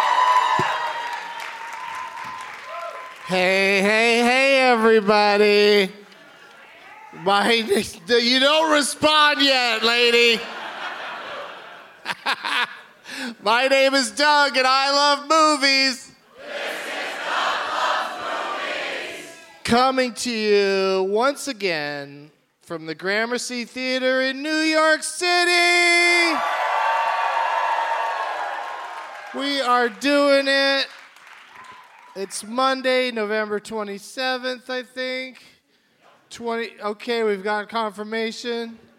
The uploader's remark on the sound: Live from the Gramercy Theatre in New York City